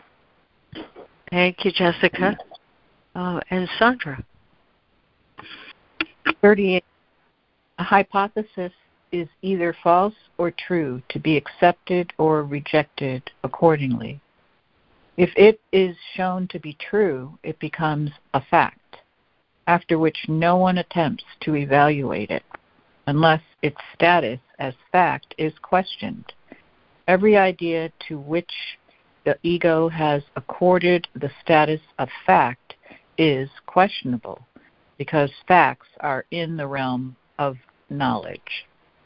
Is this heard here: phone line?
yes